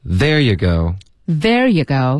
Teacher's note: 我们的重音是 there